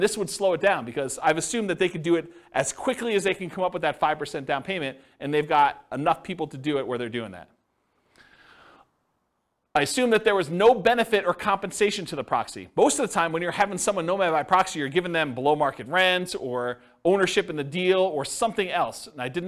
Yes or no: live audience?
yes